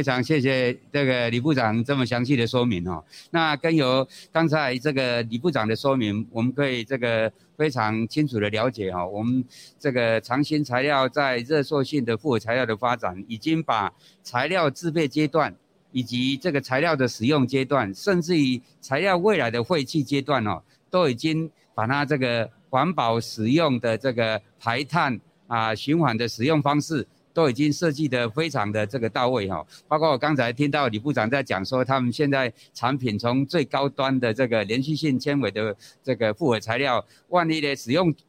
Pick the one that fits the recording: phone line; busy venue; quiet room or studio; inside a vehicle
busy venue